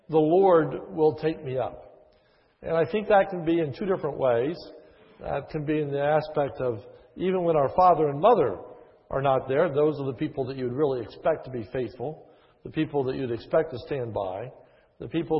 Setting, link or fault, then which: setting, large echoing room